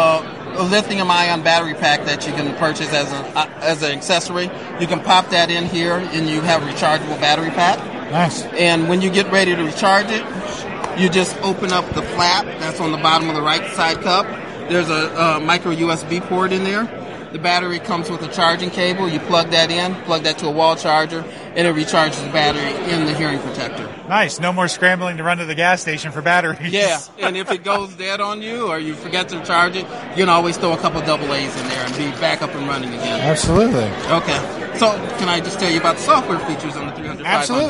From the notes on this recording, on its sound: SHOT Show 2018. Several interviews from the show floor.